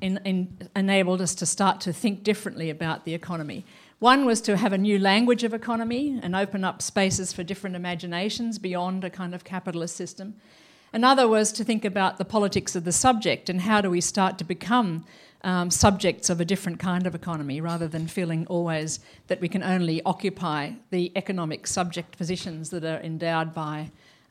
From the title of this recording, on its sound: Lecture at WTM Forum 1